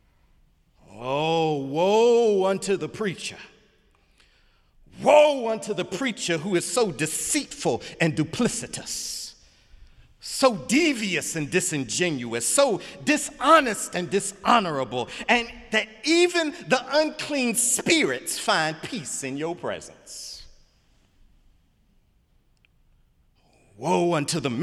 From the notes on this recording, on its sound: Sunday sermon January 28, 2018 in the Memorial Church of Harvard University